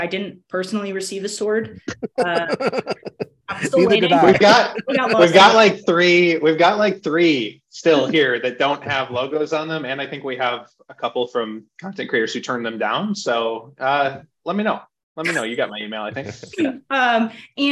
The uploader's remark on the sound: Hosted a Zoom panel.